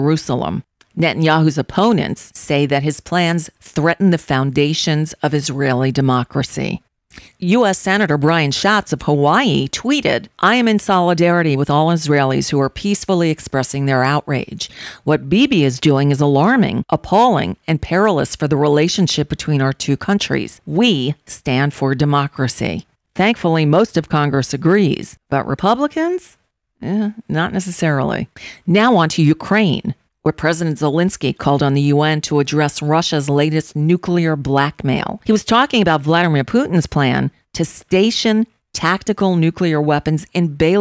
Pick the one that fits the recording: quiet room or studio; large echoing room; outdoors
quiet room or studio